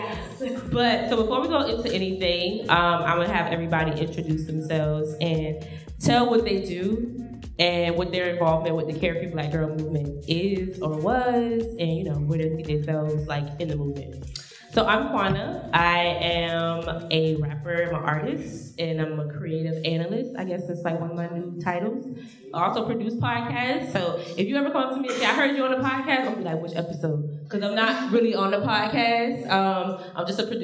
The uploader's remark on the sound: a live taping of #CareFreeBlackGirl